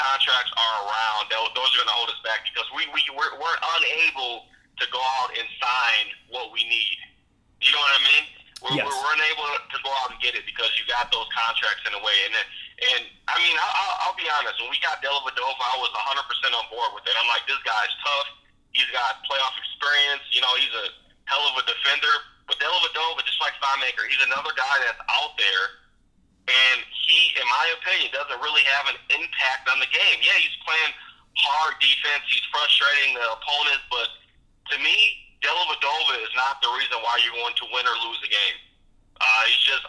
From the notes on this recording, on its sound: gets on the phone